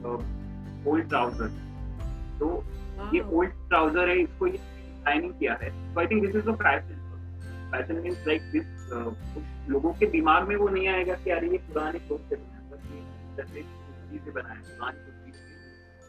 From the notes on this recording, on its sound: Interactive session over zoom.